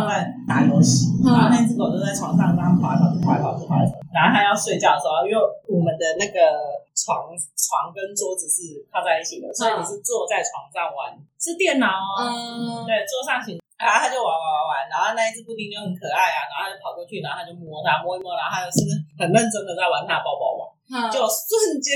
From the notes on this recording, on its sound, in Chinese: 收音糟,我知道,請忍耐,會改進~~~真心發現不能胡亂改錄音方式。